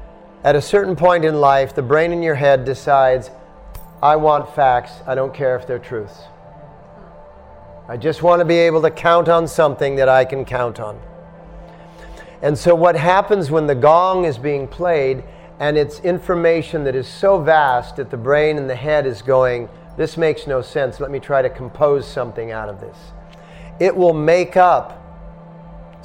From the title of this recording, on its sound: At The Dharma Temple – Vancouver